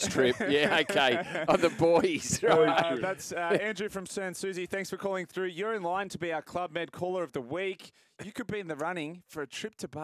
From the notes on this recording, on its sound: LIVE from Las Vegas. Joins the show outside of the Bellagio.